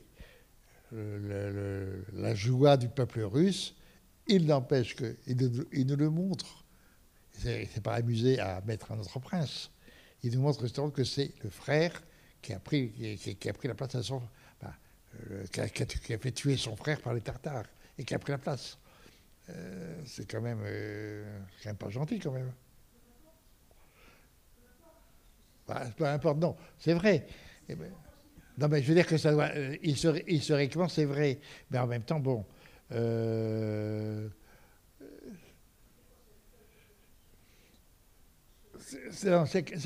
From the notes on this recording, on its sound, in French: Enregistrement intégral de l'intervention. Suite à la projection du film le 4 décembre 2018 au Centre des arts d'Enghien-les-Bains. En collaboration avec la médiathèque George Sand.